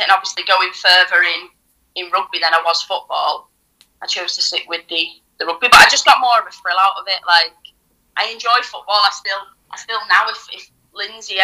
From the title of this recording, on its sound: On the phone